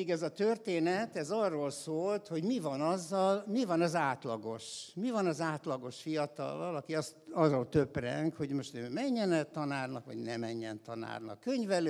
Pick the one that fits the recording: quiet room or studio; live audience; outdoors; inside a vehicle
live audience